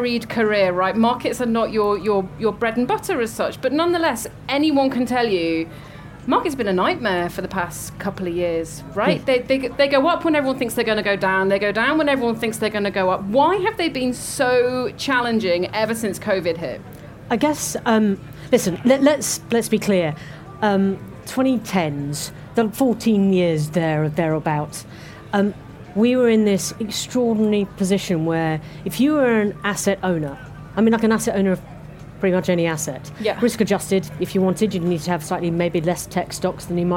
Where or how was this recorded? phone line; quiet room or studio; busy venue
busy venue